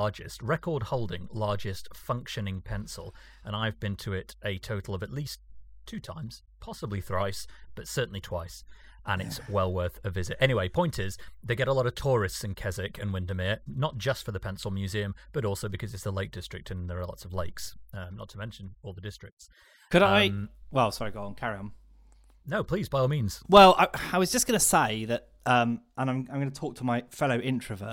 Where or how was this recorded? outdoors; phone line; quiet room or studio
quiet room or studio